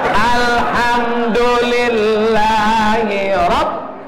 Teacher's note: Ronya tebal, bukan tipis. Bukan. Tafkhim.